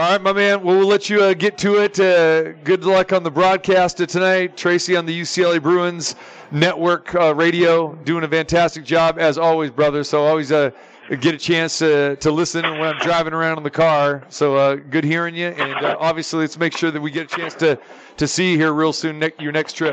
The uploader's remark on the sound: Live from the Superbook at the Westgate Hotel and Casino. It's Best Bets live from the Superbook at the Westgate.